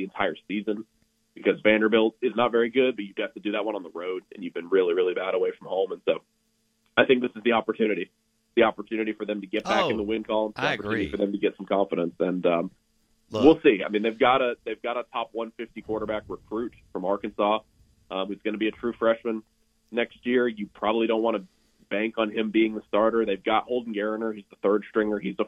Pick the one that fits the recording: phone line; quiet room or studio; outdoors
phone line